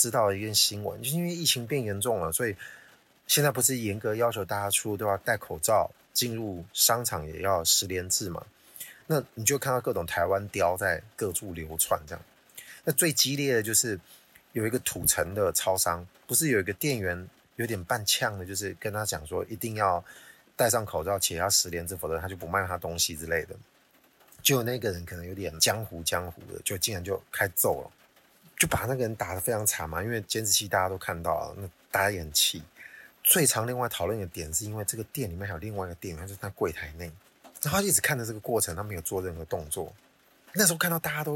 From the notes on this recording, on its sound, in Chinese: 本集音質注意。既然有各種干擾音+音質。